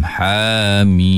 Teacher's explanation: Mim tu pula dipanggil mat lazim harfi muthaqqal, mat lazim harfi mukhaffaf, dibaca 6 harakat. Jadi ha dibaca 2 harakat, mim dibaca 6.